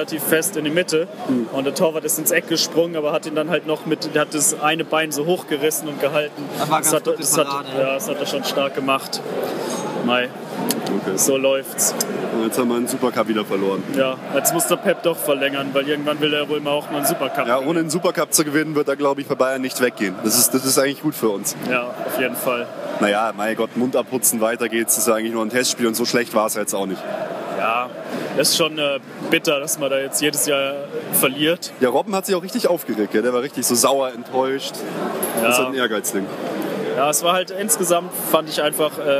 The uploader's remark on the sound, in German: Stadionfolge FC Bayern München Amateure - 1860 München II. Wir haben eine kleine Stadionfolge aufgenommen.